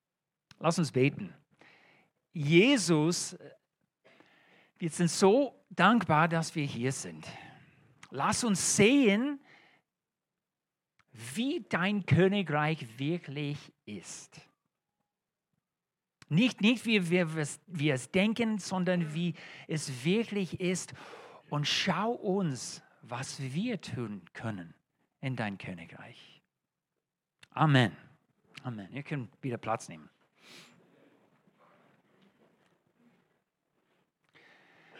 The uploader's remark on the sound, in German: Allianzgottesdienst. In der Gemeinde Kaleo Schopfheim aufgenommen.